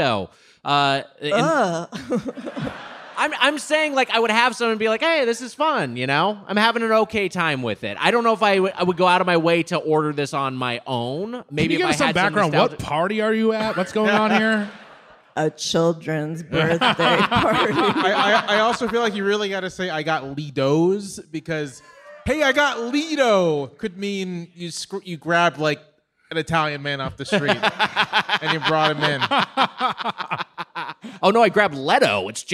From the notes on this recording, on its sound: Recorded live at the 9:30 Club in Washington DC on June 8, 2023.